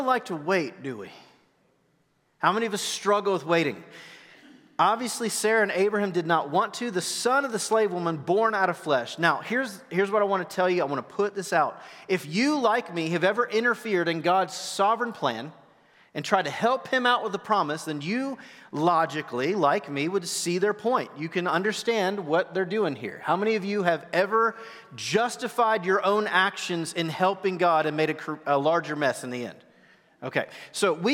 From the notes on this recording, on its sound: Recorded live at The Fellowship at Two Rivers. TR campus.